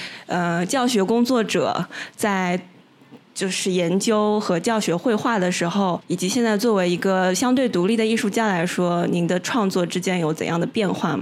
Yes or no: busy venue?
yes